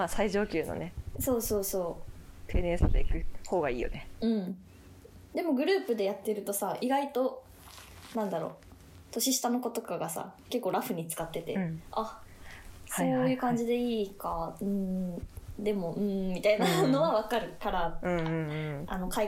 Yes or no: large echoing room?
no